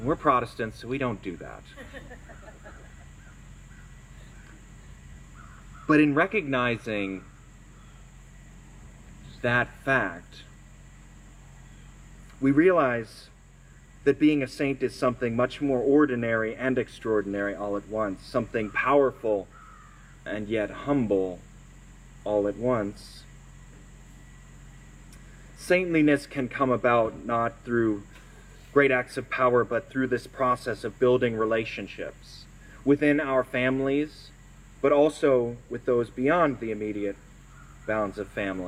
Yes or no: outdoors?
yes